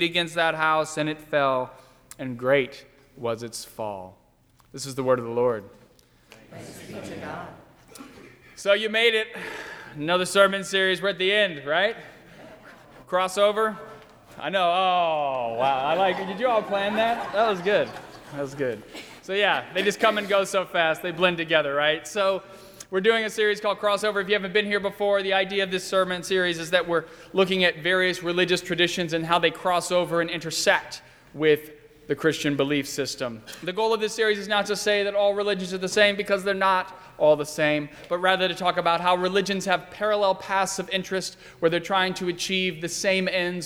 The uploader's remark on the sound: during the 10:30 AM service on Sunday February 2, 2020, at First Presbyterian Church of Arlington Heights, Illinois.